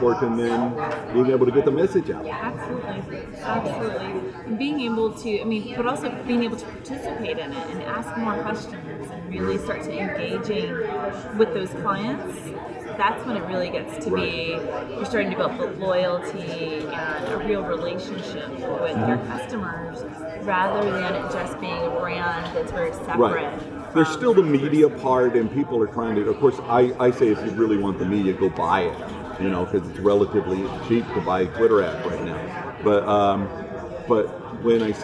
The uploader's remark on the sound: live at IBM InterConnect